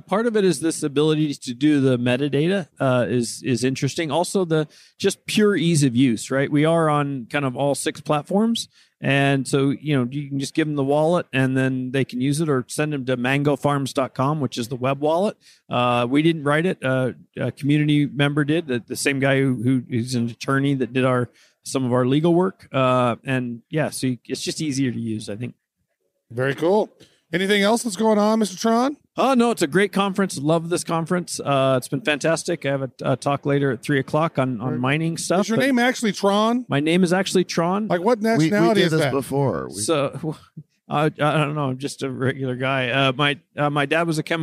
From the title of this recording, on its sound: Crypto Mashup at World Crypto Con